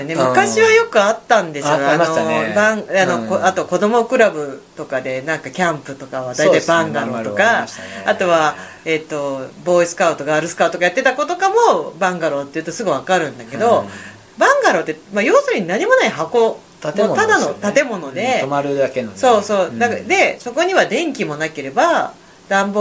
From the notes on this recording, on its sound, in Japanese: 録音時のミス、編集時のミス、公開時のミスと３つのミスが重なり、公開した音声をステレオで再生すると、BGMが大きくて、我々の声が全然聞こえない状態になってしまいました。どうしてもノイズが消せていませんし、雑音も残ってます。